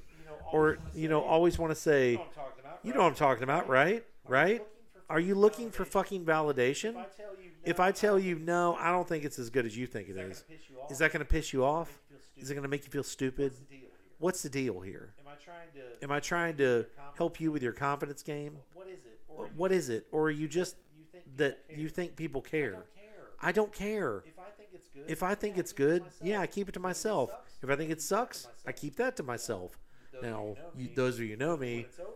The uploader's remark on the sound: Please pardon the echo on this episode